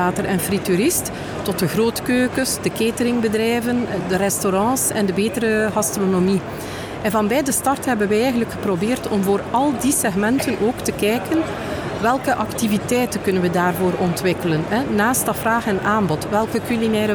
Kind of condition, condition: setting, busy venue